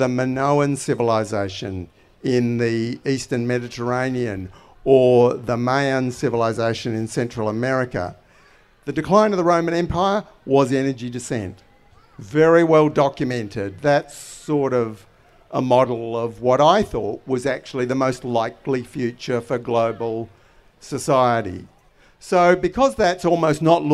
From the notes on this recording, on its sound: This episode is the final live headline conversation from Renew Fest in May